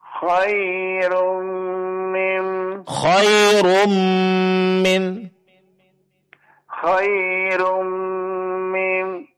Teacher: baris dua di depan bertemu dengan mim. Persis seperti membaca mim yang bertasdid. Khairum min, rapatkan bibirnya.